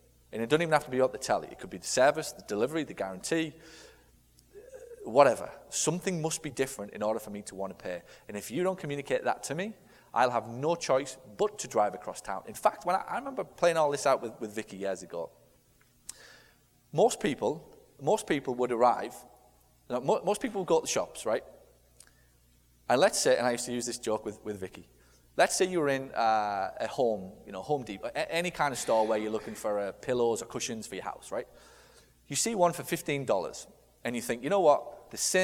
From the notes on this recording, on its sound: Live From Stage. We will be heading back to last years Sales And Conversions Boot-camp in Las Vegas. Rapid-fire Q/A session.